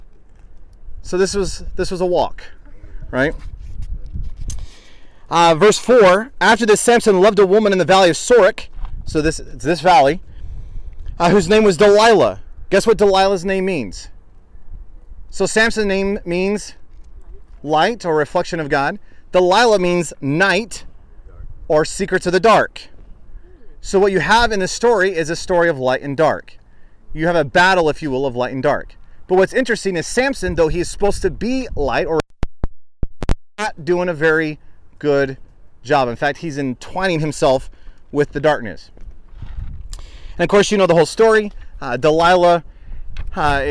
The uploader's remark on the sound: Live Lessons from Israel (Israel Study Tour 2019). Despite a bit of wind in the background.